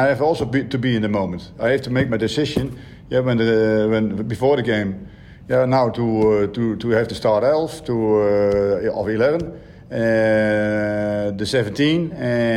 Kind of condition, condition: setting, busy venue